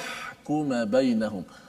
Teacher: Huruf ha di situ keluarnya uh, daripada tengah halkum · Term: ha pedas